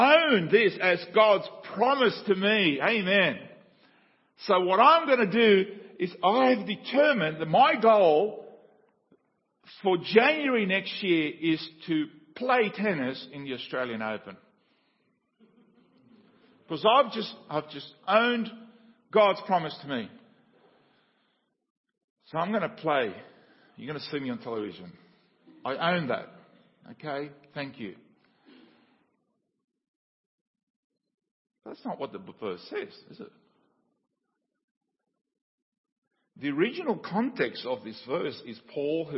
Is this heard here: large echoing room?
yes